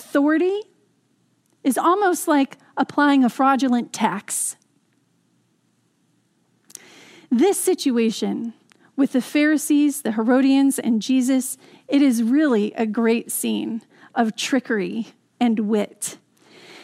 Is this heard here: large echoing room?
yes